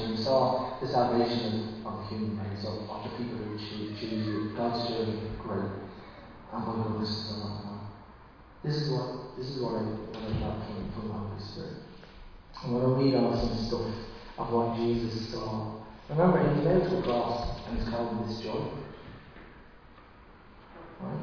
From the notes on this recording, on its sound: Recorded live at Liberty Church on 13 September 2020